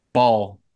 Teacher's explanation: When you're doing the B, you should feel the hum in your throat if you put your hand on your throat.